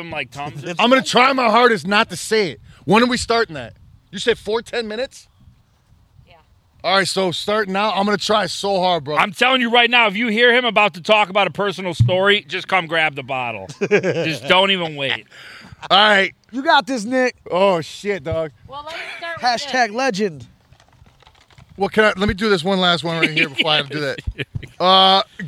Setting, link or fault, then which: setting, outdoors